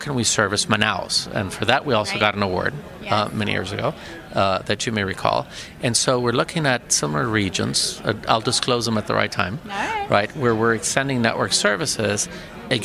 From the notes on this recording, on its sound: Live from Telecom Exchange (TEX) LA 2019